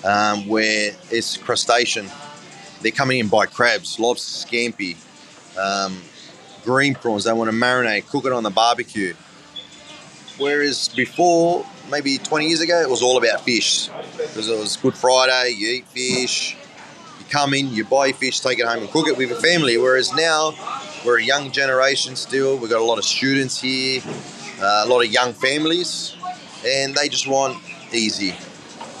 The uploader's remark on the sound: In this episode we are love on location from the Sydney Fish Market.